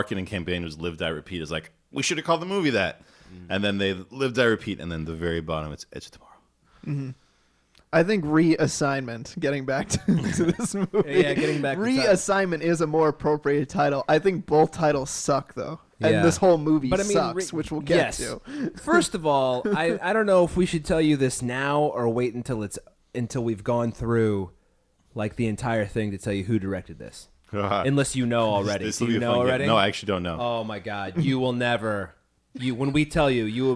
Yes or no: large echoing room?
no